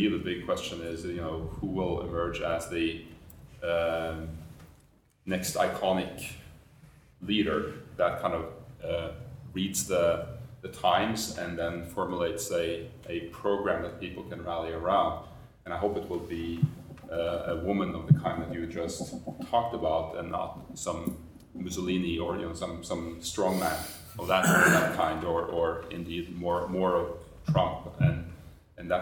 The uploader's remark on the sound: A recording of a roundtable from the 2018 Chatham House London Conference. This annual event brings together policy-makers, academics and business figures from around the world to London to discuss key global issues.